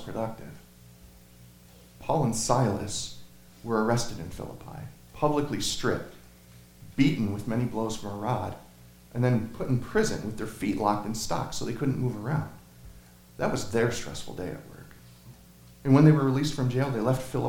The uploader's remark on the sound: Sermon Audio from Crossway Christian Church